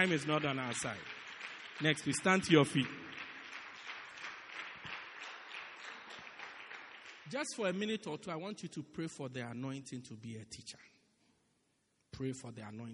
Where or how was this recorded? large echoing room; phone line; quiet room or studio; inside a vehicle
large echoing room